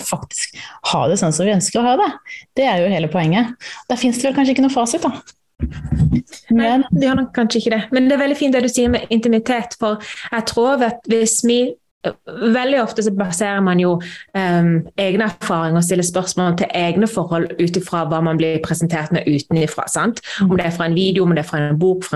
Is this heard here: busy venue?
no